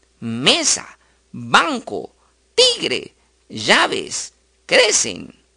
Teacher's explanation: Las palabras siguientes también son graves, es decir, se acentúan en la penúltima sílaba, pero el acento no se escribe, solo se pronuncia, es tilde prosódica.